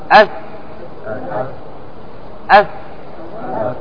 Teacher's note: الثاء هذا حرف فيه هواء يخرج معه، فهو رخو. لهذا تقول أث، قل كذا أث، راح تشي معه هواء، أث، أث.